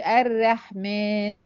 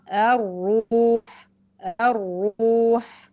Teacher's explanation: ان اقصى لساني بيرتفع عشان يدي معايا التفخيم · Term: الراء المفخمه